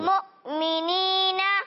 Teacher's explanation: مؤمنین میں حمزہ ساکنہ پر آپ نے ایک آواز نکالی، وہ کوئی جھٹکے کی آواز محسوس ہوئی